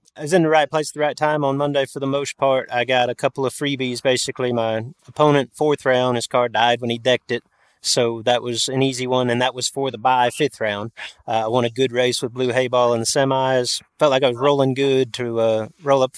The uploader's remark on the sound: It’s an action packed show, recorded from the tower at Bristol Dragway during the Fall Fling!